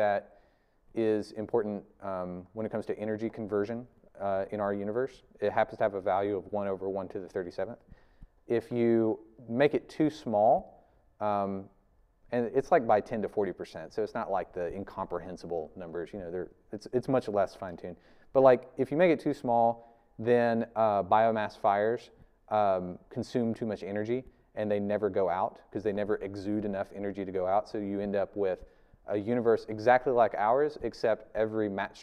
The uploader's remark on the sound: This video is from our 2021 Spring lecture series.